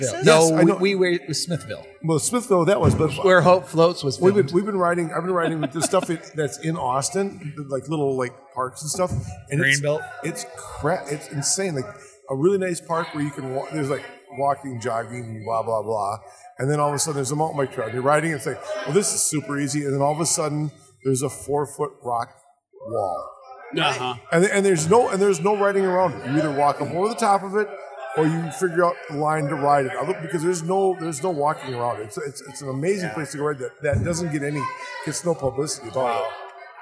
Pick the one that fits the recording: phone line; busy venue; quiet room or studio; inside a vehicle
busy venue